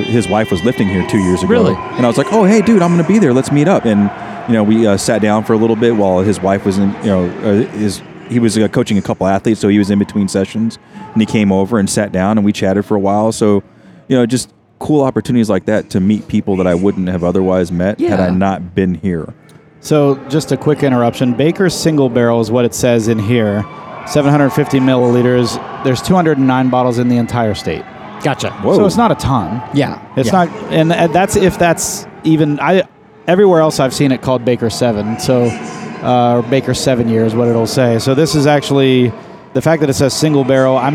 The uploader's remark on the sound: Join us this week as we podcast from the Arnold Sports Festival in Columbus, OH.